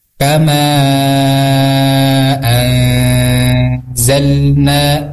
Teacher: Jika ada nun mati bertemu dengan zai, itu disebutnya ikhfa. Maka dibacanya itu disamarkan bunyi nunnya atau didengungkan tiga harokat.